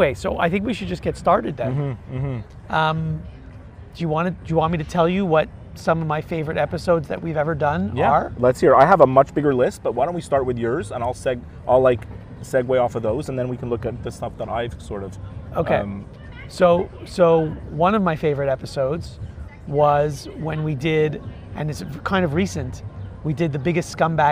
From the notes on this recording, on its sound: Recorded on location from the pool at the Wynn hotel in Las Vegas.